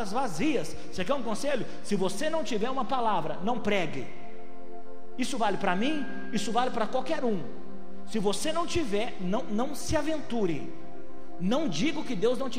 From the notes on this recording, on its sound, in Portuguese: Foi gravada ao vivo no dia 09/02/2020, no culto dominical da Igreja Vale Da Benção - BH.